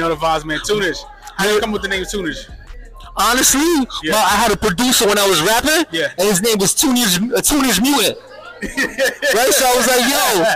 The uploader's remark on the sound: live at the Tunage Showcase